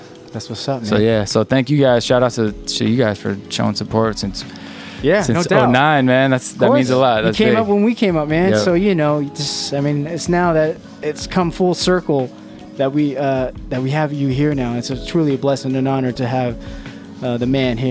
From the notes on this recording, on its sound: Broadcast at Delicious Pizza